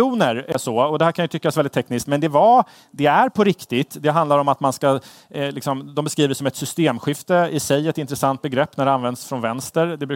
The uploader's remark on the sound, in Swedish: live från Almedalsveckan i Visby